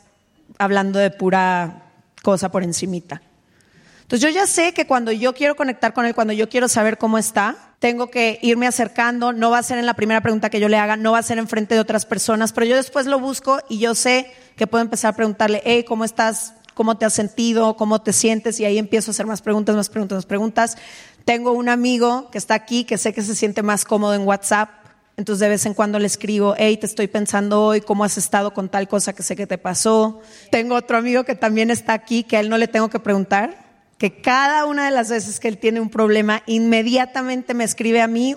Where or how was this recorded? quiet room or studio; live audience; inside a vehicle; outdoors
live audience